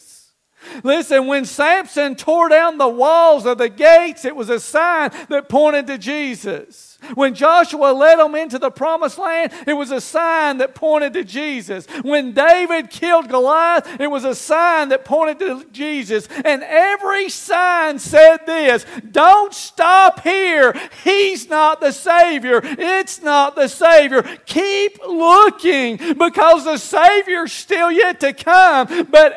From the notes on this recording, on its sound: Recorded live April 23rd, 2023